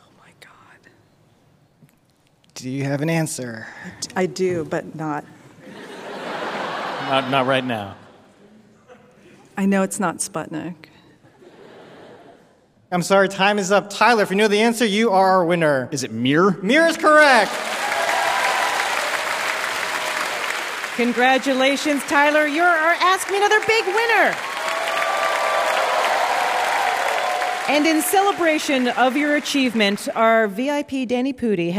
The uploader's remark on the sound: from the San Francisco comedy festival SF Sketchfest